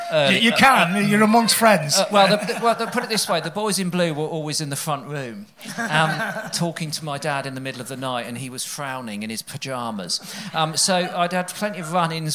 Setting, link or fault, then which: setting, live audience